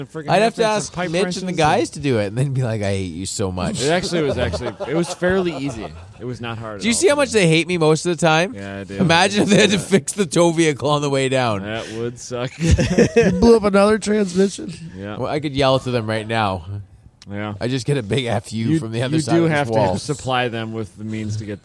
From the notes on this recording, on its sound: We're still at COTA